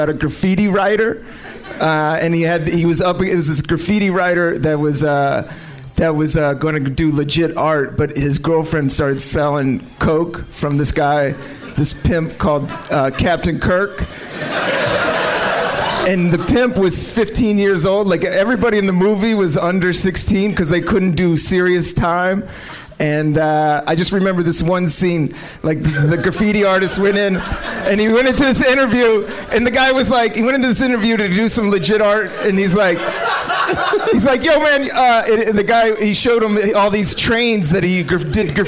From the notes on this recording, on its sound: Live from the Helium Comedy Club in Philadelphia